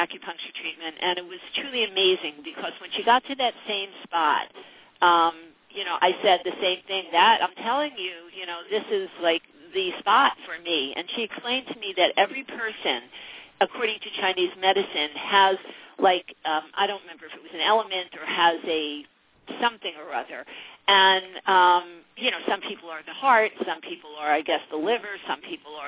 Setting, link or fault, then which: link, phone line